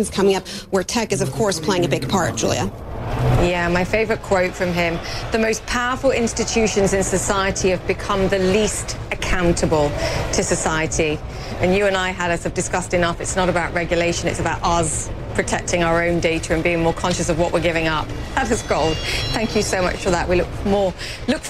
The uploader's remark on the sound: live from the New York Stock Exchange.